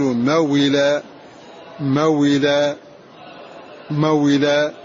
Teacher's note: نحرك هذا حرف اللين هنا بحركة الهمزة التي بعده ونحذف الهمزة